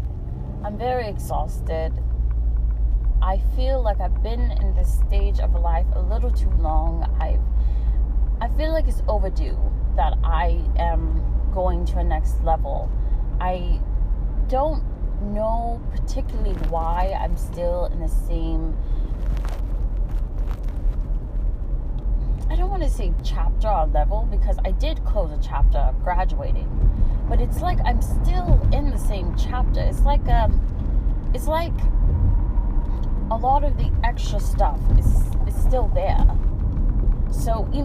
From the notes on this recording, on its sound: Sorry for the static! My mic stopped recording in the middle but I completed the audio!